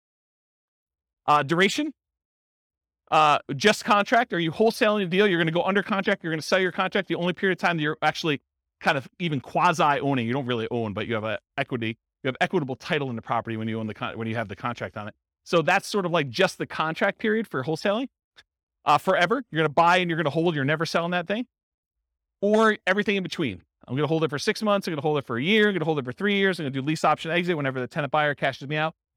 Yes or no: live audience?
yes